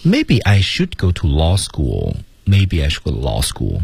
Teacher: 关键词在后面的 lawschool，降调啊